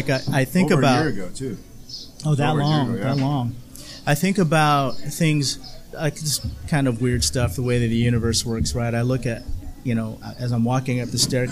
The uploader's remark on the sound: from the private debut of …'s Tiki Lounge in Huntington Beach, California.